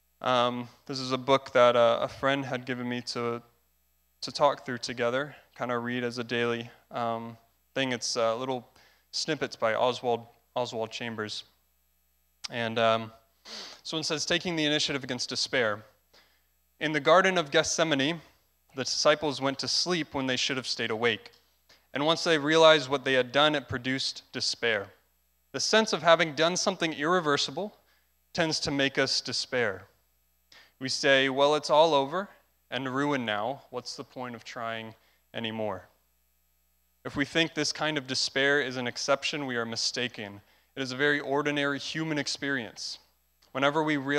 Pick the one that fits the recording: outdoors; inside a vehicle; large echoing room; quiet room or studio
large echoing room